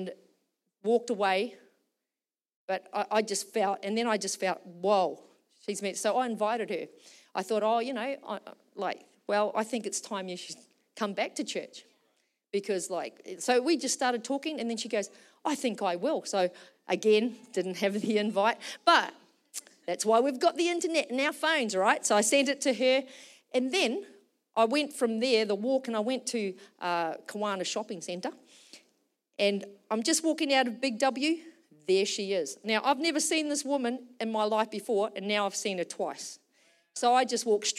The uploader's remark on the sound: Recorded during our Melbourne East service on Sunday, the 3rd of December 2023.